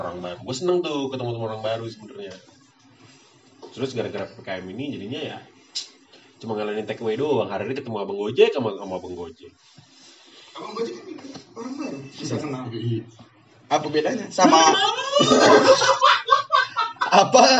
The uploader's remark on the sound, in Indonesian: First impression yang sangat buruk dan ancurrr karena pertama kalinya duel sama mic